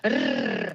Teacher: Also das wird an der Zungenspitze gerollt. Das lautet dann Rrrr. · Der Fachbegriff lautet der alveolarer Triller. · Term: Zungenspitzen-R